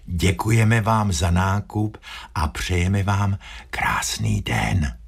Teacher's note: To slovo den je tam vysloveno skutečně šeptem.